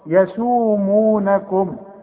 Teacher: شوف المدود دي يسو مو قد بعض، المدود قد بعض، اسمه مد طبيعي